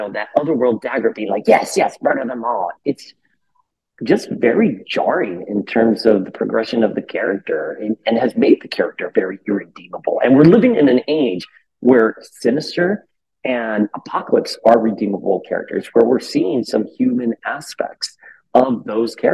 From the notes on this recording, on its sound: Apologies for the poor audio!